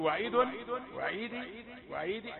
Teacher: فحق وعيد أفعيينا بالخلق الأول، أصلها كلمة وعيدي، وعيدي بالياء، ولكنها رسمت من غير ياء، فالدال مكسورة في جميع الحالات. فننظر ماذا تصل، كيف تصل، تقول وعيد، وعيدي، وعيدي.